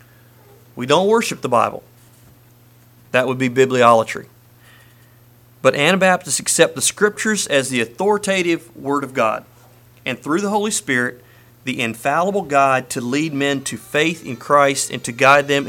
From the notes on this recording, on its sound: Message preached at Word of Hope